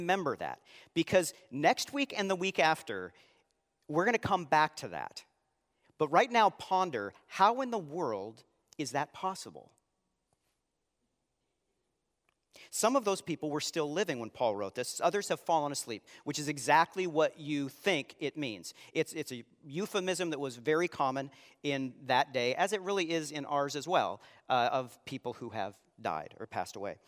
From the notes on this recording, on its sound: Live Sunday Worship